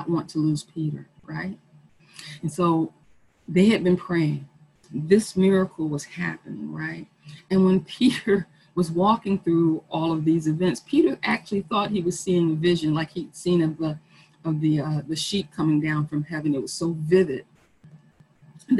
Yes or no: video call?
yes